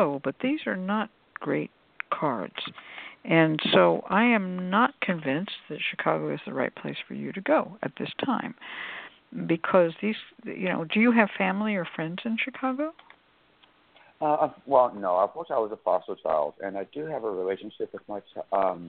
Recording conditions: phone line